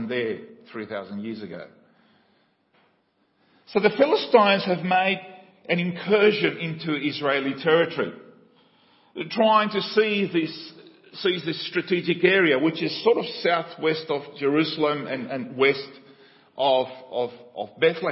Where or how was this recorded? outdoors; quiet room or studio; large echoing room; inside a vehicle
large echoing room